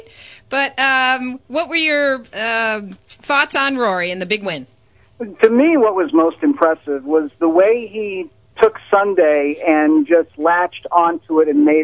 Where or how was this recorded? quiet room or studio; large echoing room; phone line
phone line